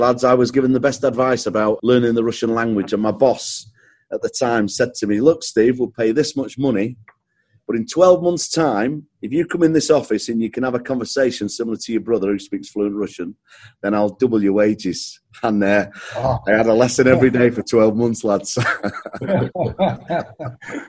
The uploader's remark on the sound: sits down (virtually)